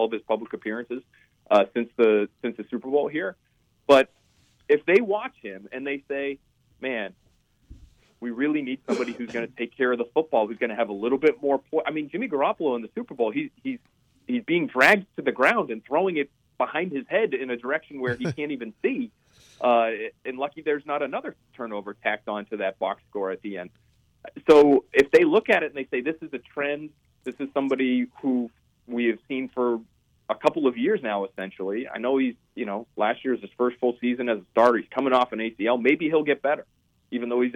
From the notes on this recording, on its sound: joined on the phone by NBC Sports Boston reporter